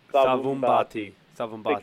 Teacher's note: You put an M before the B as well.